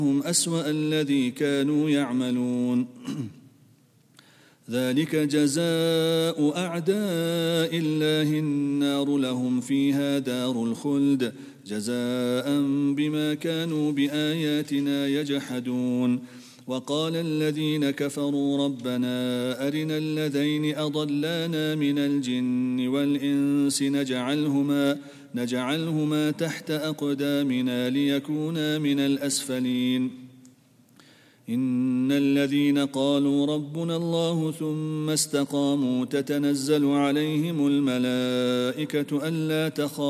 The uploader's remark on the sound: at the Houghton Masjid (West Street)